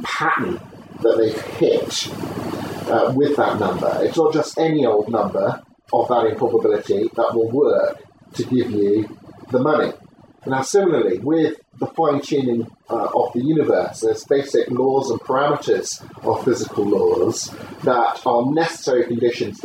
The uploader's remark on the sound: I was interviewed on camera. Apologies for the sound quality, this is just off my mp3 recorder going in the background without a mic attached, I've done what I can to clear it up in editing...